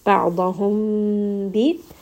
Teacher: because the next letter is ba, we are going to merge this meem within the sound of the ba